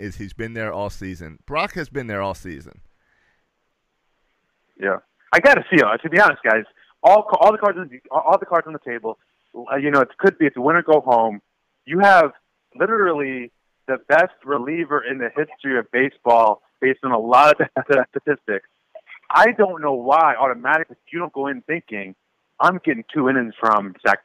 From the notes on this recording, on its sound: take to the phone